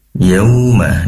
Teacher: Yauma, di situ ada wawu sukun yang didahului oleh fathah, tentunya layyin, dibaca lunak. Dan pastikan bibir muncung ke depan karena wawu berasal dari kedua bibir yang dimuncungkan ke depan. Yau mengandung u.